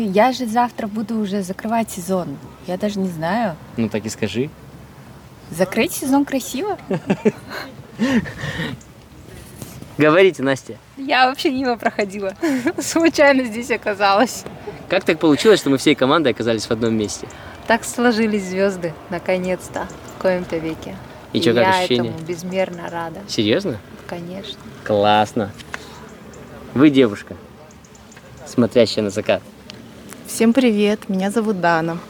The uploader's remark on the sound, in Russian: Выпуск может звучать не очень комфортно, так как был записан в шумном месте и в какой-то момент микрофоны предательски сели